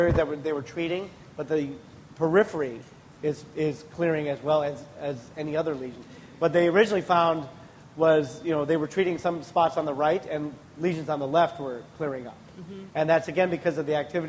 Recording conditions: live audience